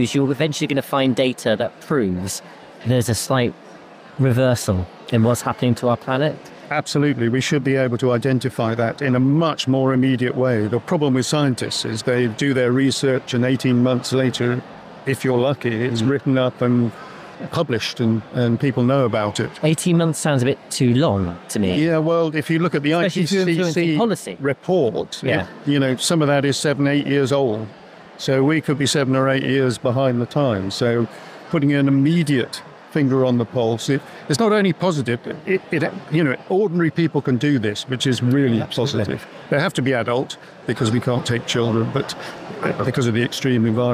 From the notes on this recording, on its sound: Recorded live at Devon Business Show.